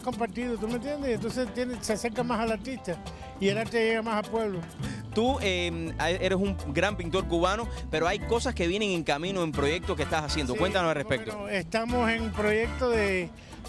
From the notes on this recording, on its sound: ON THE STREET. FESTIVAL CULTURAL HISPANO CORAL GABLES 2014.